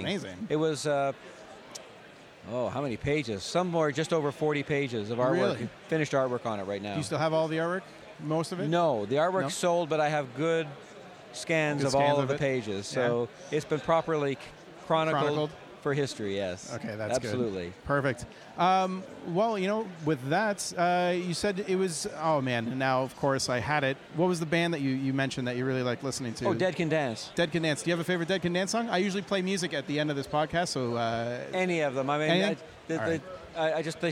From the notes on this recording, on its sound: took his Zoom H4N recorder to the Ottawa Comic Con